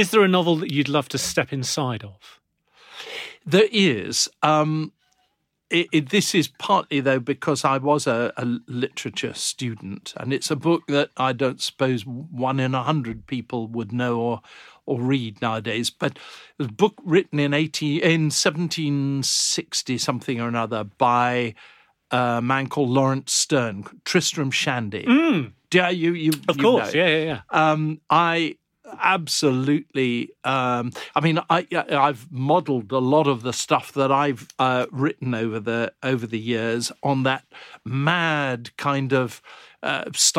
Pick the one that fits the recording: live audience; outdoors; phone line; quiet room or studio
quiet room or studio